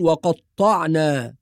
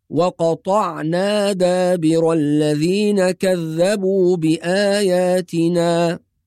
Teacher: بعض الناس يشدد الطاء فيقول وقطعنا، والصواب أن الطاء مخففة، طاء مفتوحة بدون تشديد · Shown in: second take · فتقرأ هكذا: وقطعنا دابر الذين كذبوا بآياتنا.